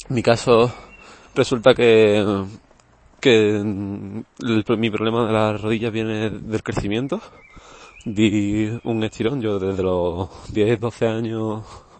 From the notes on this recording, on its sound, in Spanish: He cogido el micrófono y he estado hablando un rato mientras iba al bus. También el episodio está sin pasar por Audacity y por eso tiene un momento la final sin audio.